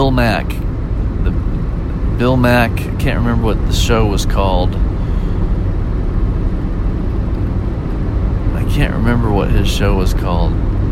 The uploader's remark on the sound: Maybe it’s that I was driving home from a gig late at night and needed something to keep me awake.